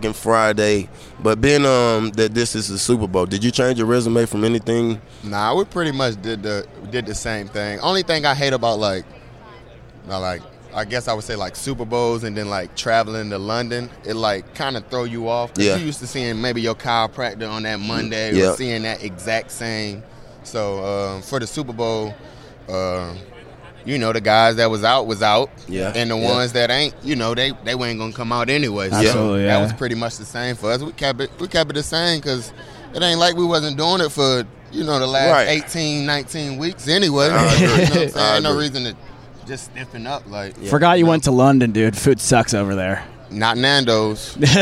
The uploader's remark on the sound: Live from the Super Bowl Radio-Row.